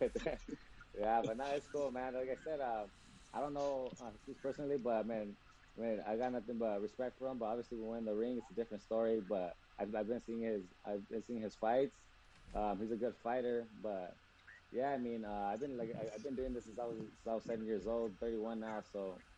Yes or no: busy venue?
yes